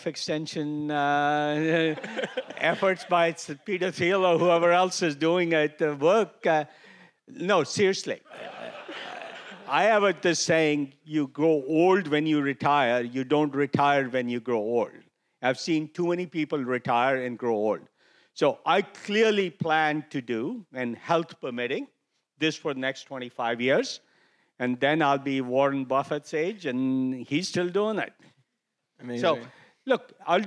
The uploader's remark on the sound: Two conversations from the Cerebral Valley AI Summit. Sat down on stage at the Cerebral Valley AI Summit.